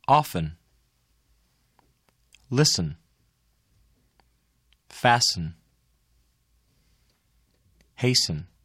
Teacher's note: The letter T is silent in the following words.